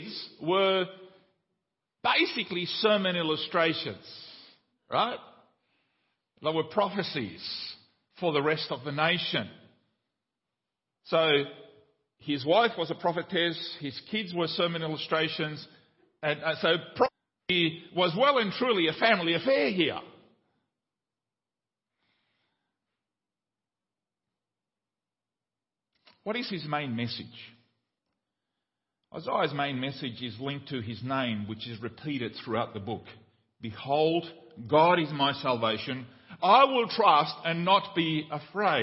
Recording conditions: large echoing room